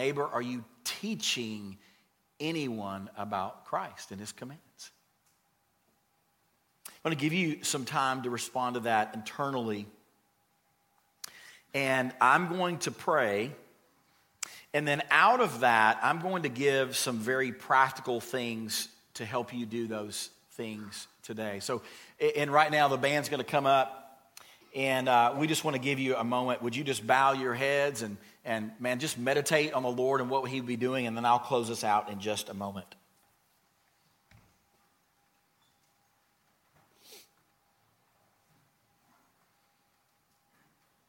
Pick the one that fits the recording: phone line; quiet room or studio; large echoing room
large echoing room